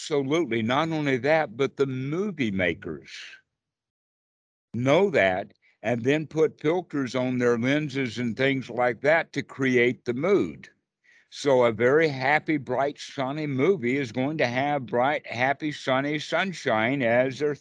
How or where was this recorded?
video call